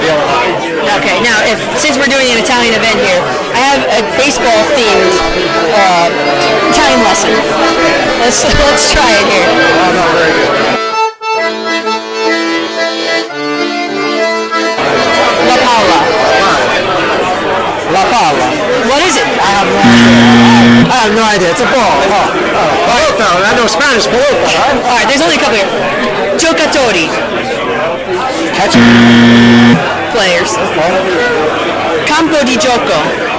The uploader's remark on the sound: 2nd annual Italian American Baseball Foundation dinner at Carmine & Son’s in Brooklyn, New York